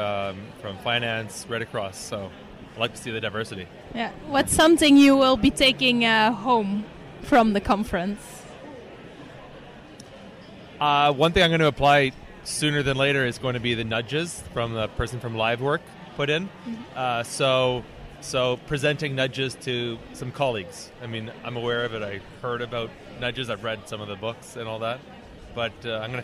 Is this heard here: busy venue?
yes